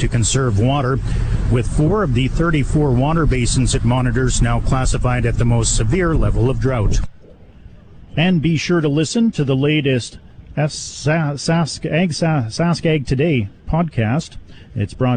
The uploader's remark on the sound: Live from Ag in Motion